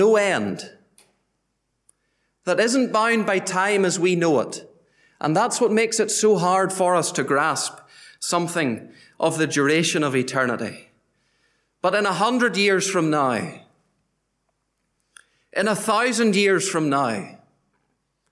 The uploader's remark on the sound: Gospel Audio from Ballyclare Gospel Hall